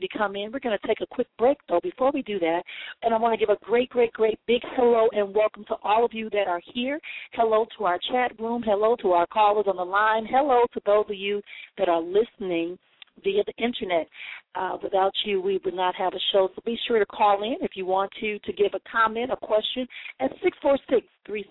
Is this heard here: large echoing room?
no